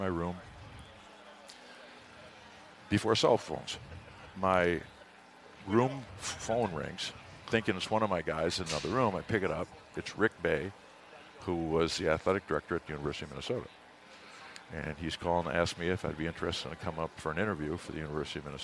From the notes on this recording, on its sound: The Break80 Podcast is back on stage at the Minnesota convention center for another year live from the Minnesota Golf Show.